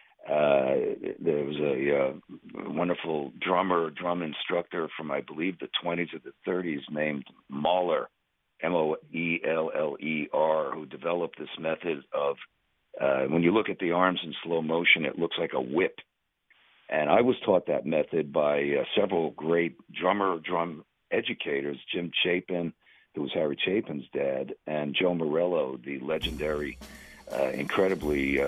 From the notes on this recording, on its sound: chat by phone